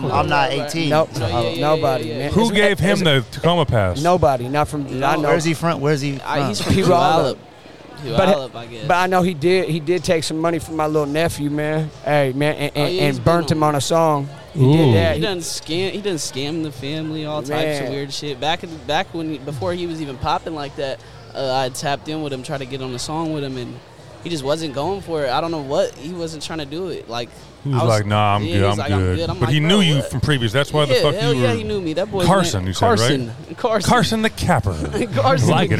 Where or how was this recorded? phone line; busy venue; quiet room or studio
busy venue